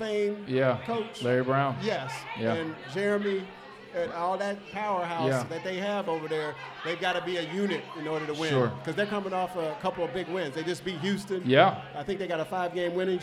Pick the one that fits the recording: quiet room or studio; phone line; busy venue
busy venue